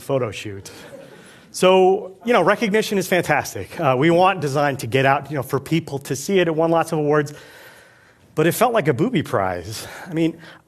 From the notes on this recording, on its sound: Filmed at TEDxBoston